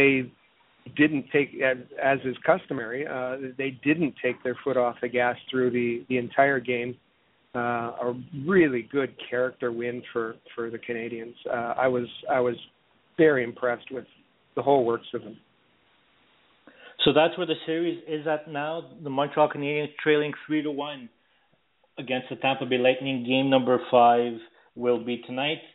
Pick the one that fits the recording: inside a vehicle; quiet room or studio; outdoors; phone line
phone line